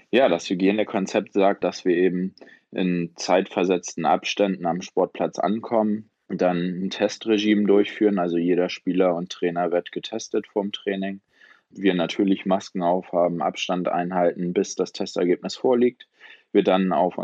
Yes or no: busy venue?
no